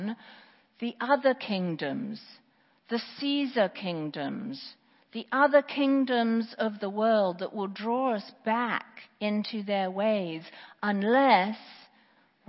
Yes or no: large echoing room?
yes